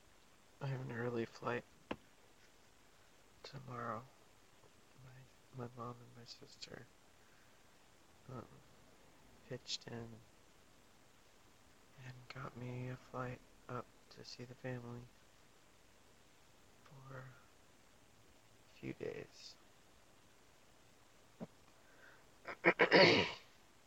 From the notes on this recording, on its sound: I recorded this in my car, in the dark, car-tent in full swing. Uploading this from Utah!